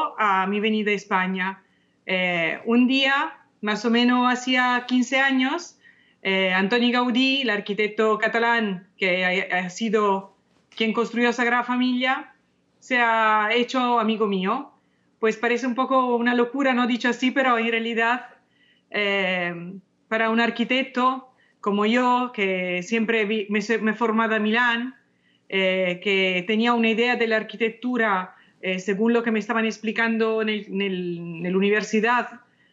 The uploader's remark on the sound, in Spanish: nos acompaña por primera vez, vía Skype.